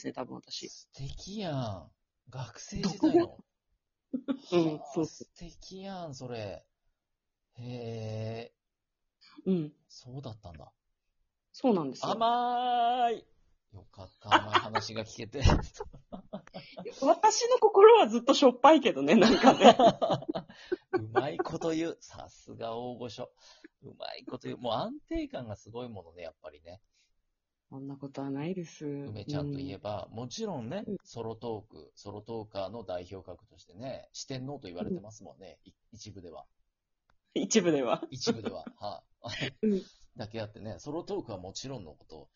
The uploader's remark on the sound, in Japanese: 音声トラブルで